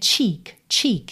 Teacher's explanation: Tem que ter o tcha-tcha-tcha e tem que ter esse i compridinho, barrigudinho, assim, cheek